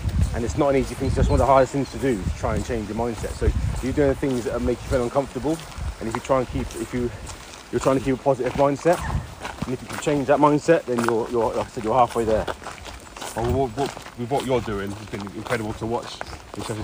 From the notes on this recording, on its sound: Walk It While We Talk It. Listen whilst we walk and talk.